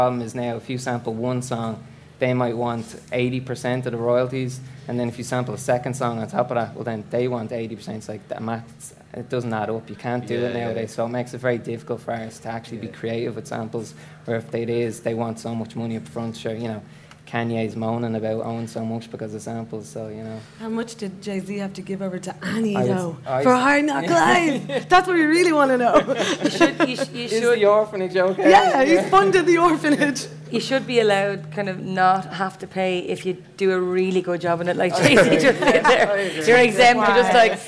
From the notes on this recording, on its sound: For our first ever live show at Science Gallery Dublin's The Art of the Sample night event. Thanks to the staff of the Science Gallery. On sound and our first live audience.